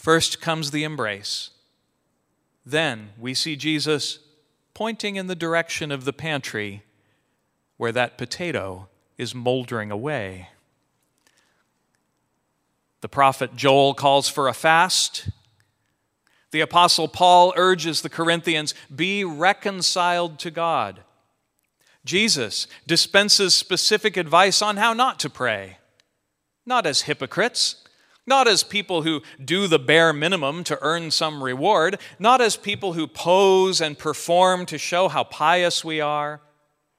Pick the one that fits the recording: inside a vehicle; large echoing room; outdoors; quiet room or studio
large echoing room